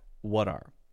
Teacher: because we have the T and it's followed by this vowel sound, we can generally change that to a D sound.